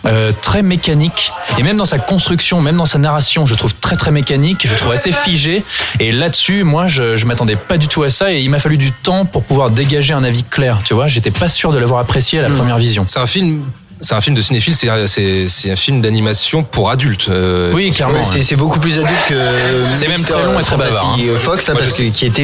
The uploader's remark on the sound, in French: Enregistré au Hurling pub (8 Rue Descartes, 75005 Paris), le samedi 14 avril 2018.